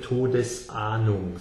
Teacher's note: So what he's saying is that Ahnung is basically the noun and Todes is the part that comes together with it, but because it's the foreshadowing, the thought of death, Todesahnung, it does need to be slightly separated. You can't voice that S in the middle of the word and run it together.